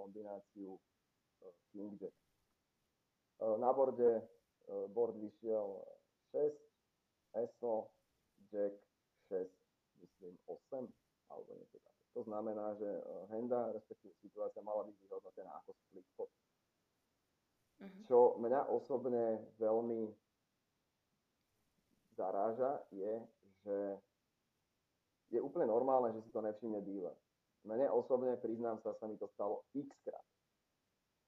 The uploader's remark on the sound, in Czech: Velmi se omlouvám za zhoršenou kvalitu zvuku, který se mi v této epizodě nepovedlo uhlídat.